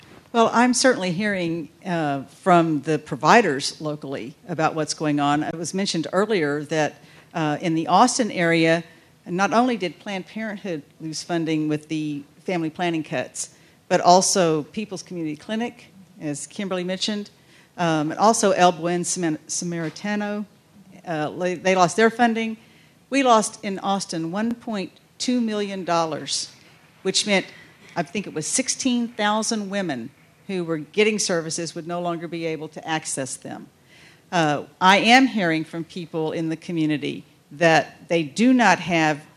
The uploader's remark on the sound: panel at The Texas Tribune Festival